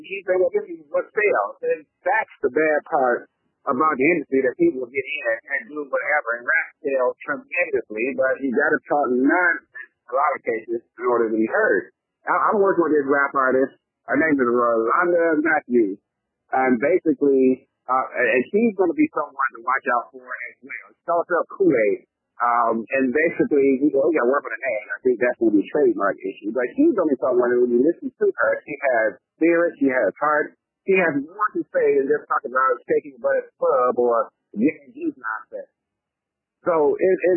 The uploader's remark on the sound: Recorded over the phone.